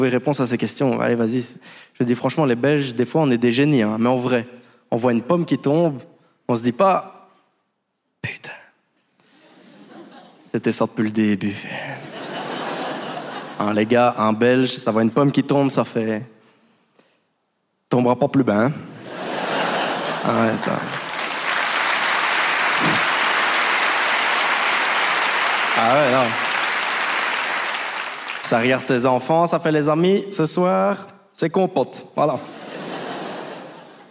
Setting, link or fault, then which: setting, live audience